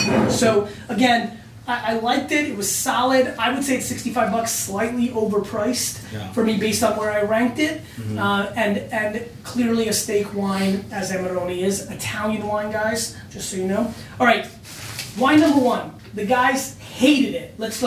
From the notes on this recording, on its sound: We had some audio equipment issues which is why you'll hear it a little different throughout the episode.